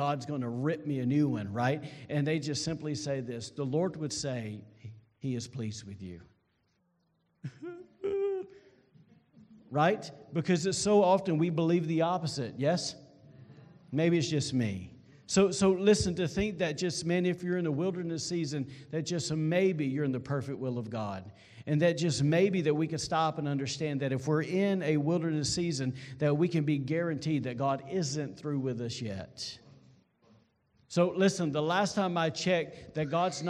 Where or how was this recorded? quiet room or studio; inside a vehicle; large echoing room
large echoing room